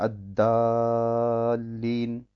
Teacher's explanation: Das ist ein Dal und kein Dad. Und andere wiederum sprechen ein Dal aus, das hell ist, Muraqqaq. Und sagen Ad-Dallin.